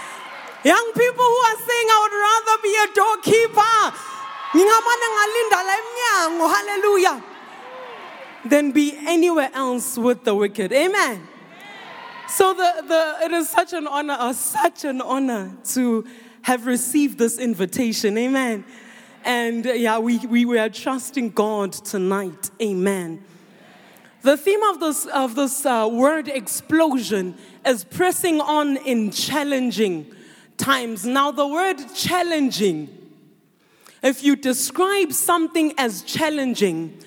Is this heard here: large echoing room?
yes